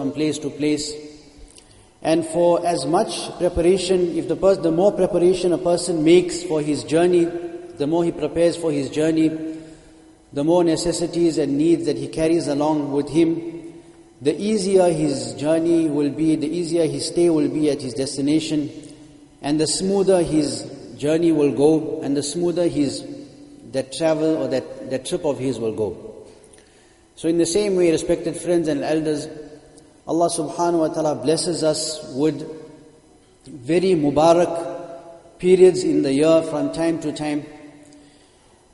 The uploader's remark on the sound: Jumuah lecture.